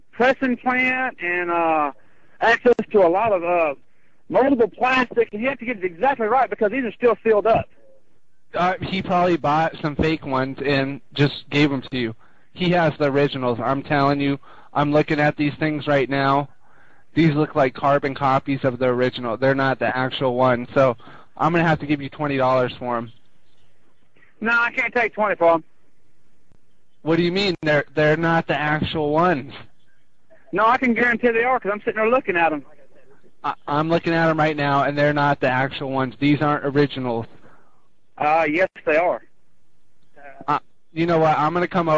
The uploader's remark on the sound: …'s Personal Prank Phone Calls Collection.